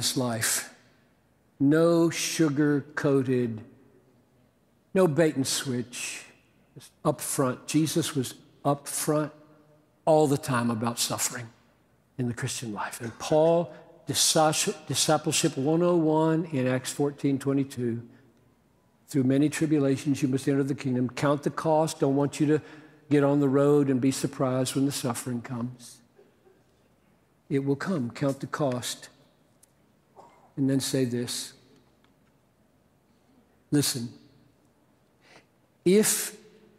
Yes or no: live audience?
yes